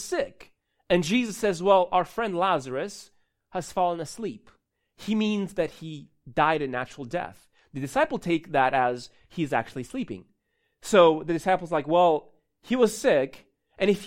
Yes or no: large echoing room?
yes